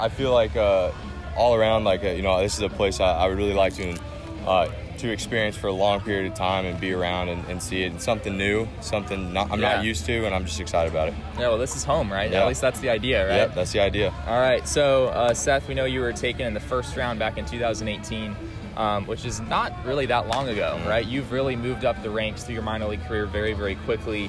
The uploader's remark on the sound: Recorded from the AFL at Salt River Fields in Scottsdale